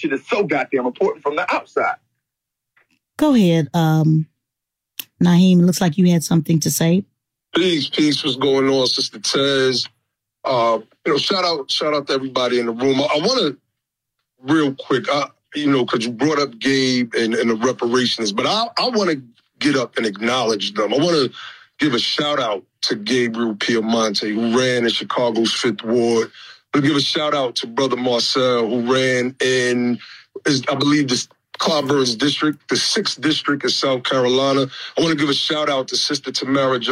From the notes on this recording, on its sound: live Twitter space